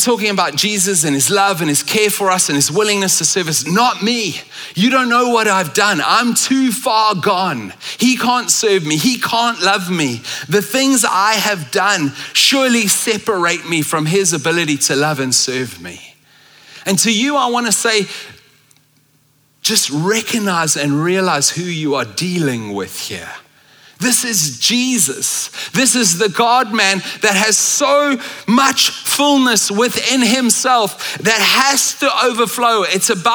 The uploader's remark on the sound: at Common Ground Church Rondebosch on the 3rd of December 2023